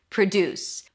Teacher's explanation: Pr, second syllable is stressed. Deuce, that's the primary stress with an oo as in food.